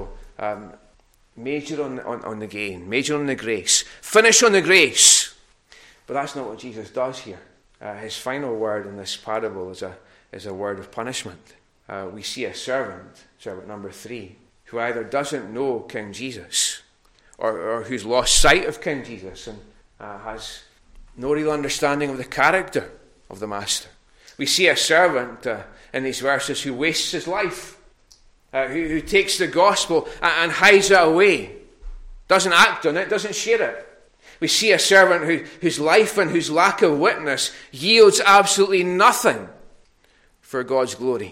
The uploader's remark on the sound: recorded at North Harris Free Church on the morning of Sunday 20th March 2022